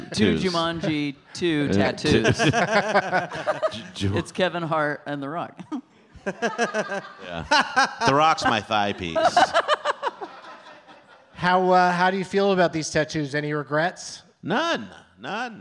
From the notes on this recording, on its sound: Live from the Come and Take It Fest in Houston